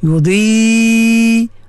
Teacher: letakkan betul-betul huruf dad tu tepi lidah menyentuh gigi geraham. Yudhi mat wajib muttasil ya.